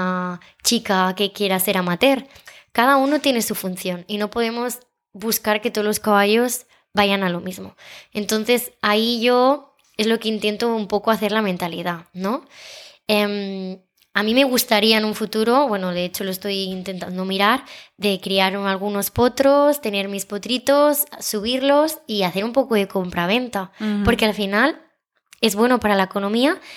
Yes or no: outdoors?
no